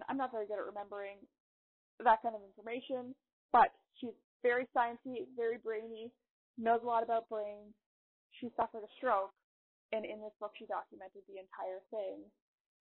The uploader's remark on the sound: I am sorry in advance about the sound quality.